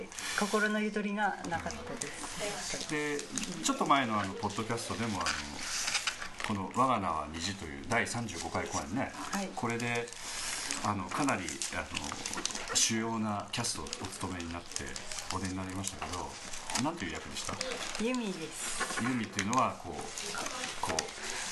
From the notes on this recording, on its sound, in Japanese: かなりリラックスをして、折り紙を折りながらの何とも非常識な収録になりました。電気的なノイズが多いのではありません。